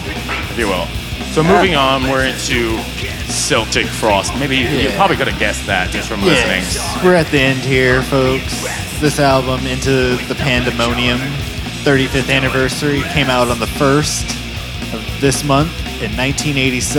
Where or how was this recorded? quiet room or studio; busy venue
busy venue